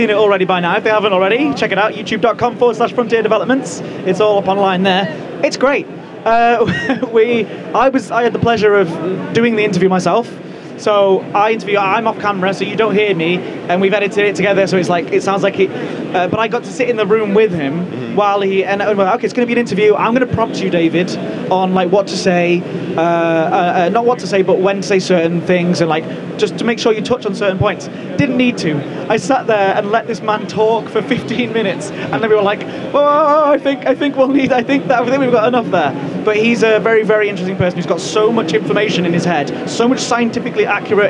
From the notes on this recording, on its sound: PAX East 2017. Audio captured from the floor of the PAX East Convention in Boston, Massachusetts, March 10th, 2017.